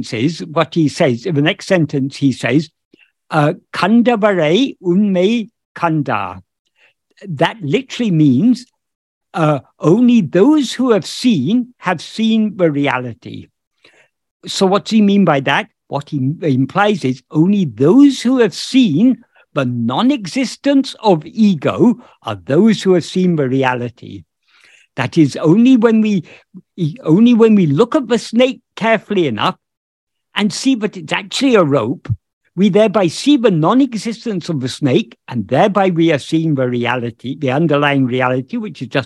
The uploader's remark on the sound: In a Zoom meeting with Sri Ramana Center, Houston